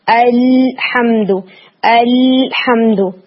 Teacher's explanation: لام کا مخرج ٹپ کے ساتھ frontal one third sides of the tongue involve ہوتی ہیں، اور یہ سامنے کے آٹھ دانتوں کے گمز کے ساتھ لگتی ہیں.